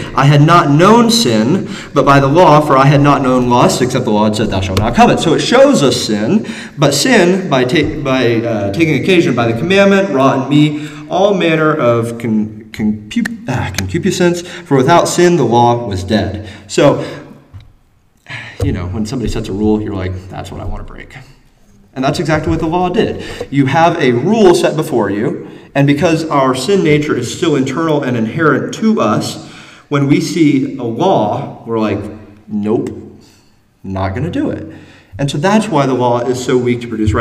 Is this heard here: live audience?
yes